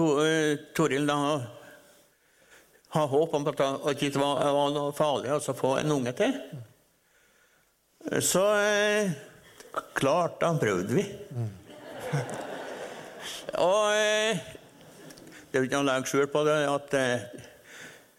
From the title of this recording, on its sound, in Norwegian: På trua laus ep.5 (LIVE!)